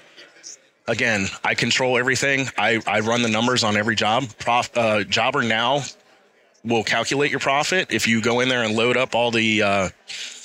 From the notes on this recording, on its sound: live from SYNKD Live 2024 in Duluth, GA